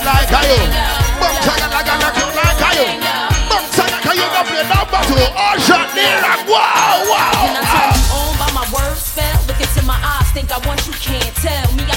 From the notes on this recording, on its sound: Live Audio segment from the event